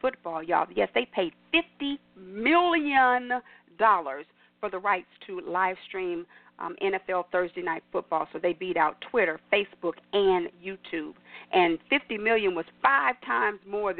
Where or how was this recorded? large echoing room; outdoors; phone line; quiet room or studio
phone line